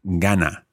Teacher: We take off the R of the infinitive and we're left with gana. The stress is on the penultimate syllable, or here, obviously, that's the first syllable in a two-syllable word, gana. If we take destapa, then we see it's the penultimate syllable.